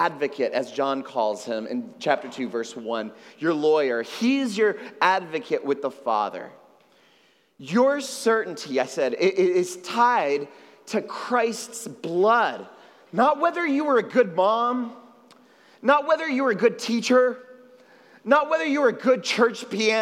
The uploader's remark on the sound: at Trinity Church, Puerto Rico